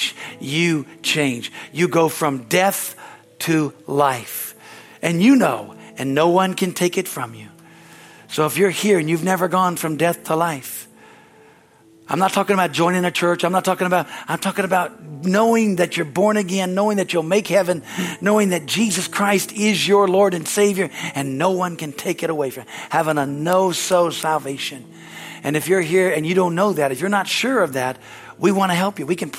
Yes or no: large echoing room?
yes